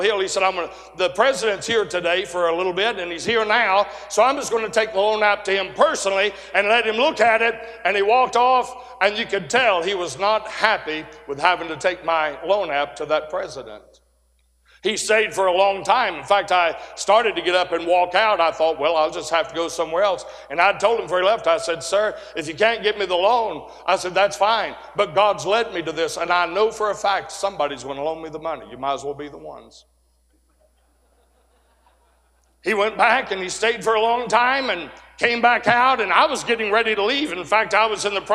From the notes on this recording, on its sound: 2023 Spring Jubilee. A sermon preached Tuesday Morning during our Spring Jubilee, on March 28, 2023.